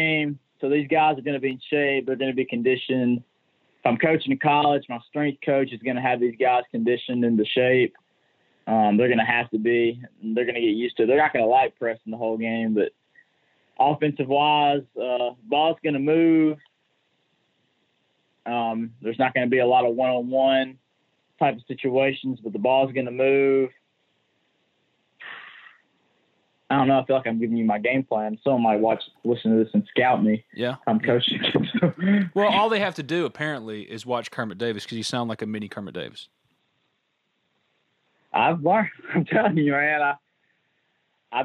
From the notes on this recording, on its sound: on the Modern Woodmen phone line